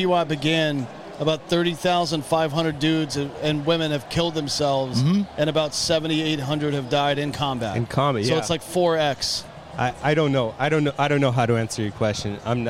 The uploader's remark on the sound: live from a suite in FedEx field at the Washington Redskins game